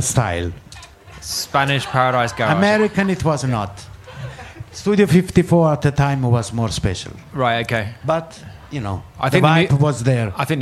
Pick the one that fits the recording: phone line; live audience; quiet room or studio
live audience